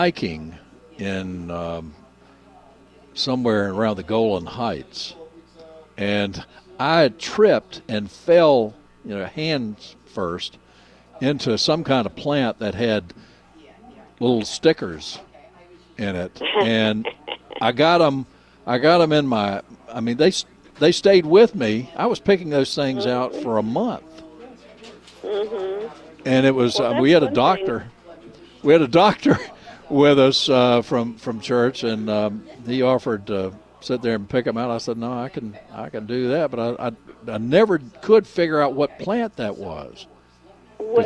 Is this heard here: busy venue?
yes